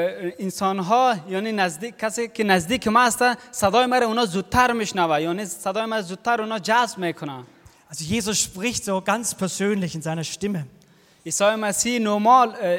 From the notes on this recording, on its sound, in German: aus dem internationalen Ostersonntag-Gottesdienst der Liebenzeller Mission